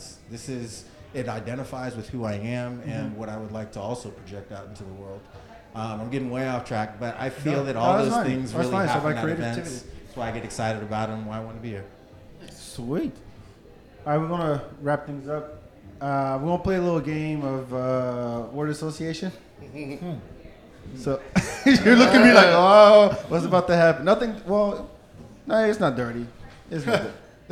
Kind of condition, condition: setting, busy venue